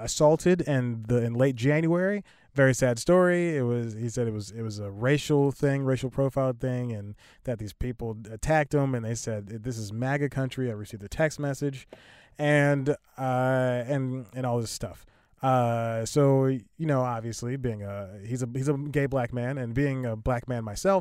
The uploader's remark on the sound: recording in the car